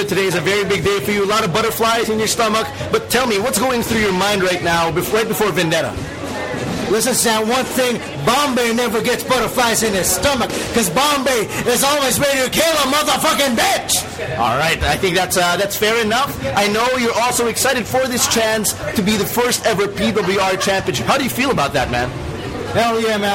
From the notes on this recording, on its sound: Comes straight to you live from the PWR Arena in Makati Square!